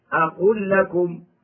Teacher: فيجب إدغامها بسبب التماثل في لام أقول لكم والتقارب في لام وراء قل ربي.